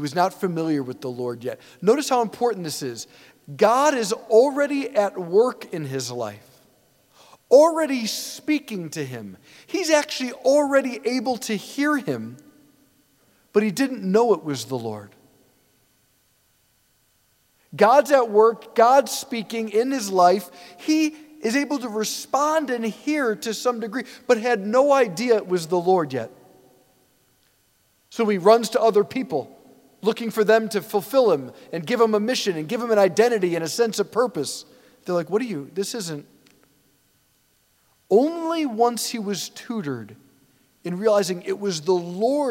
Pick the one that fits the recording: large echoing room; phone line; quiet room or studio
large echoing room